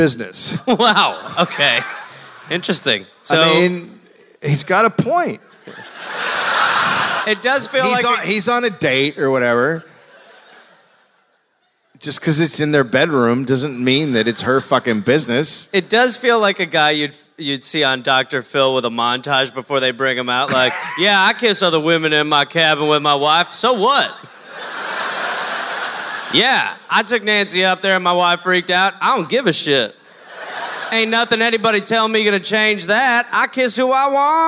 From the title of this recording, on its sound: Live in Portland